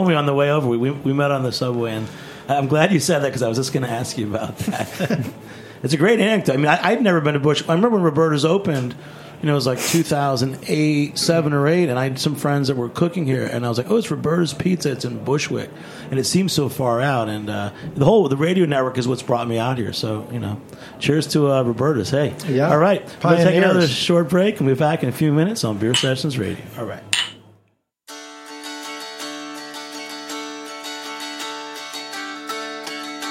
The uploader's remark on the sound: This week we’re recording a very special live show